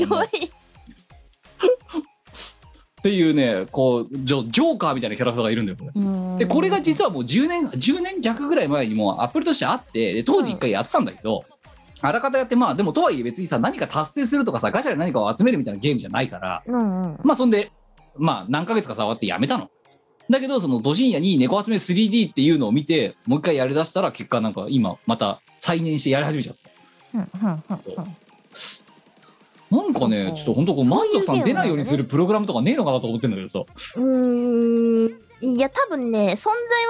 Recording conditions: video call